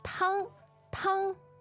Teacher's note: tang is first tone, and it means soup